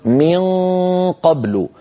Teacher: أقصى اللسان قد التصق بالحنك اللحمي وانقفل هذا المكان، ما عاد في صويت فموي، كل الصوت يتحول عن طريق الخيشوم غنة فقط